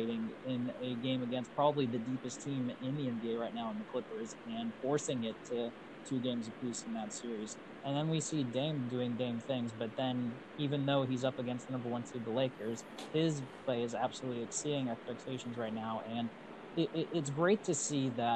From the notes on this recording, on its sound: Apologies for audio issues on this episode guys! Anchor was not our friend yesterday.